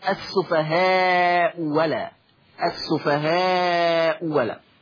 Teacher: زي الصفحة الأولى في سورة البقرة، السفهاء ألا، أرجو كتابة هذا المثال، السفهاء ألا، فالهمزة الأولى مضمومة والثانية مفتوحة فتصير السفهاء ولا